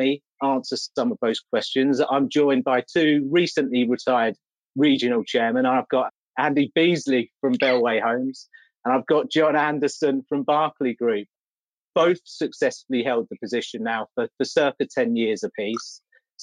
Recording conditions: video call